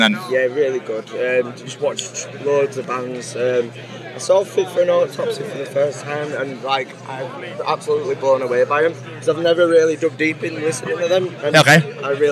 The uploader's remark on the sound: From our 'Live from Bloodstock 2023' series.